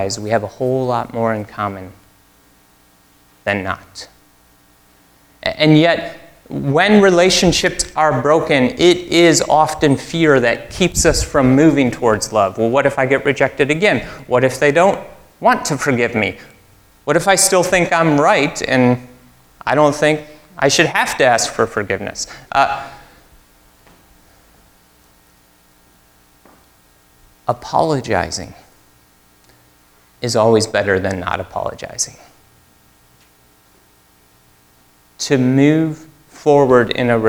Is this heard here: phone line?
no